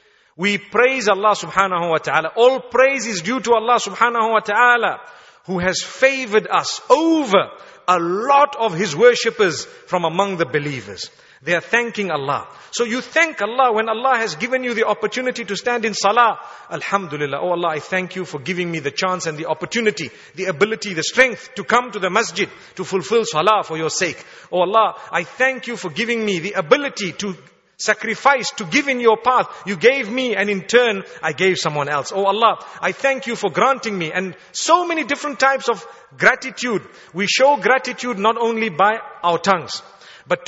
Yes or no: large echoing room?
yes